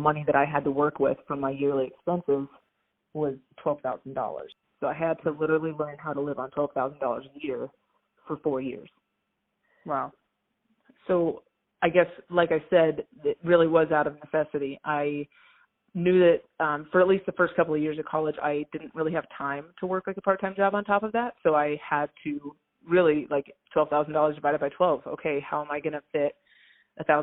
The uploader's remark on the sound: Phone Audio